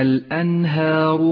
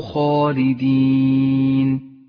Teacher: الأولى مرققة والثانية مفخمة، والألف كما علمت سابقا تتبع ما قبلها في الترقيق والتفخيم